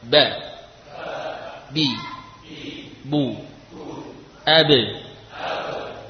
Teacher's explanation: Dilafadzkan dengan cara mempertemukan bibir atas dan bawah.